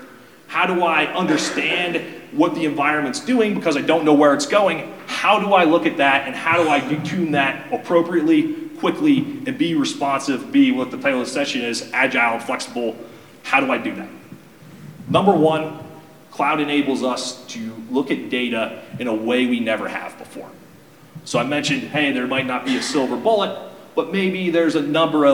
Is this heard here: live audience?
yes